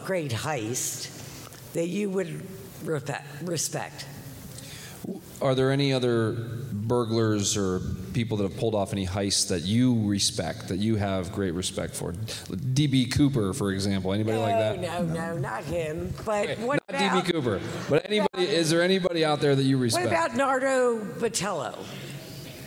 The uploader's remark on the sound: live recording of 2/9/24